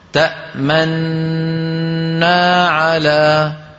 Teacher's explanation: ما لك لا تأمننا، ما لك لا تأمننا، الطريقة الثانية الإشمام، وذلك بتسكين النون الأولى وإدغامها في الثانية مع ضم الشفتين